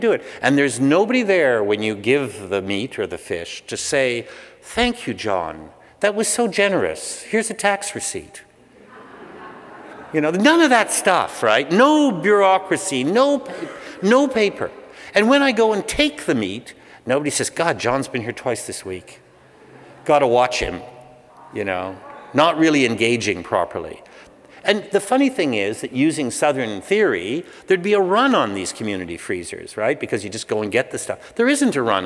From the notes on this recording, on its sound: Speaking at the PLAN 20th Anniversary evening at Christ’s Church Cathedral in Vancouver, November 20, 2009. I was asked to record the evening.